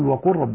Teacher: حرف اللام والراء متقاربين إلا أننا ندغمهما، فقط يكون فقط المتقاربين اللام في الراء فقط يدغم، ما عدا ذلك لا يدغم.